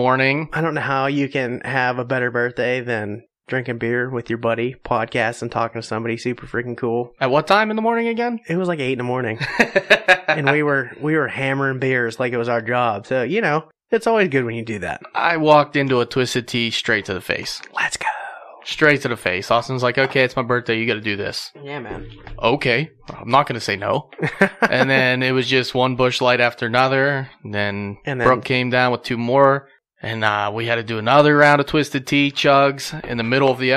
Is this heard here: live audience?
no